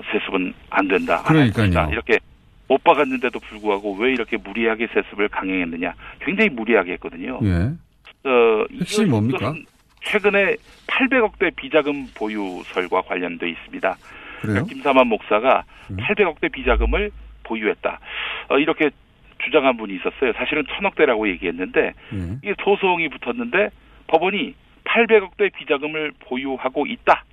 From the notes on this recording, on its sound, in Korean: 전화연결